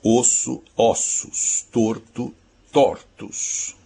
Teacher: Metafonia, que é essa mudança de timbre do fechado para o aberto. Isso normalmente acontece do masculino para o feminino, acontece do singular para o plural.